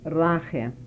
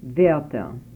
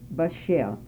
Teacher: The Yiddish language has a palatalized R, the only R found in the dialects of my two speakers.